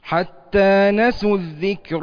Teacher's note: الكاف فيها صفة الشدة ثم بعد ذلك صفة ايه الهمس